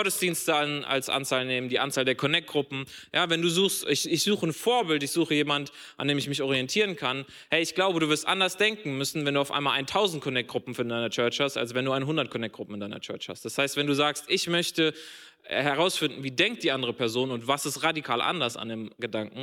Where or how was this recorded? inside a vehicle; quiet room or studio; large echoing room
large echoing room